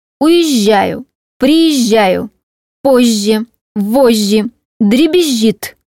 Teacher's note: В орфоэпии сочетание «з», «ж» и «ж», «ж», находящиеся внутри корня слова, произносится как долгий двойной мягкий звук «ж»